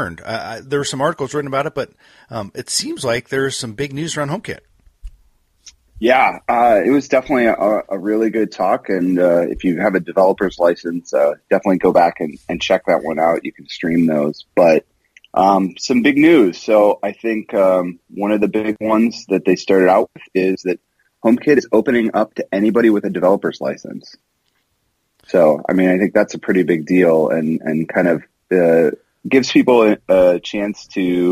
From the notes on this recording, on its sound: I caught up by phone. From WWDC.